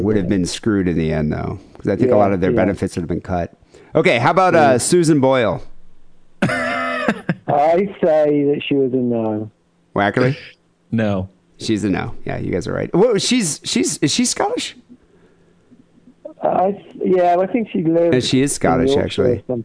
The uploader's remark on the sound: Phone calls and listener email.